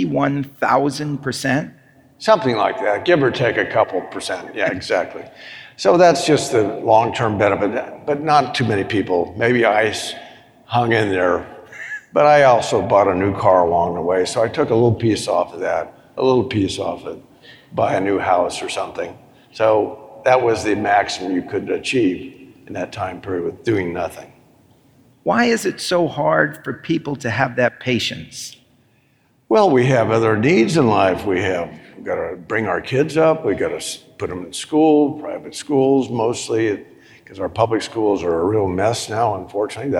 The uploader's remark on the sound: on the stage at the Money 2020 conference in Las Vegas